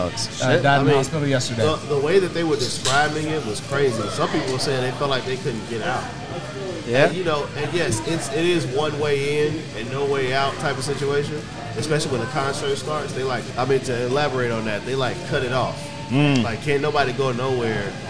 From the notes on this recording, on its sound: We are live at Liquid Smoke in Murfreesboro, TN.